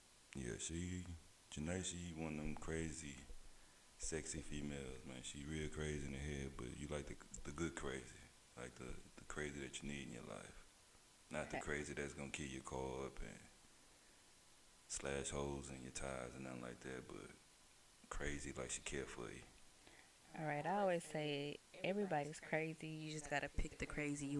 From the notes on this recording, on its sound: The audio was messing up.